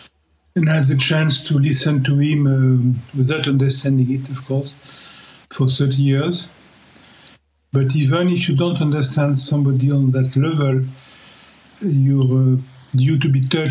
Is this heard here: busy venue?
no